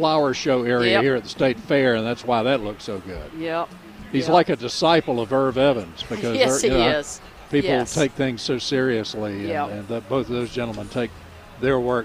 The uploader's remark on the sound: broadcasting live from the NC Pet Expo